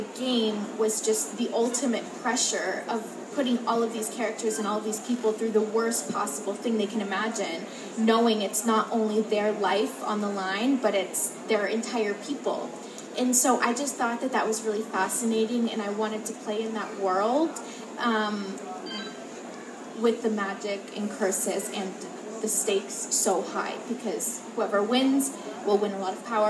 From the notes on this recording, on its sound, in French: À l'occasion du Festival du Livre Paris, j'ai eu la chance de pouvoir la rencontrer et l'interviewer grâce aux éditions Lumen. (en anglais ).